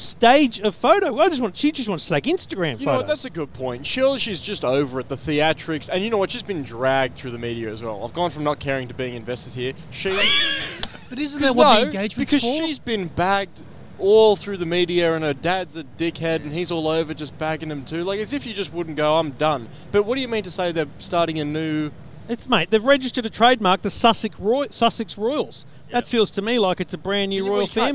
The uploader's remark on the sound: live from CES